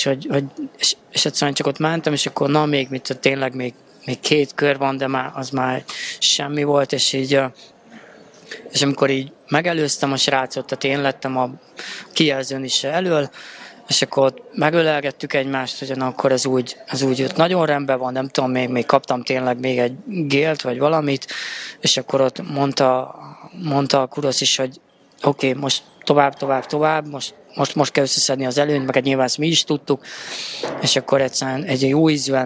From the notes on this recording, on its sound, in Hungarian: A felvétel helyszínét a MAD DOG CAFE biztosította